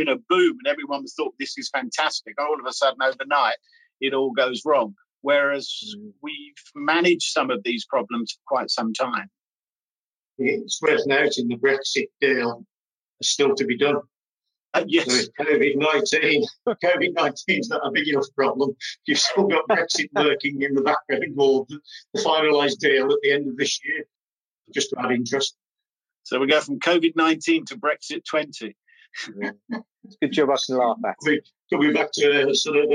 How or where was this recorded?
video call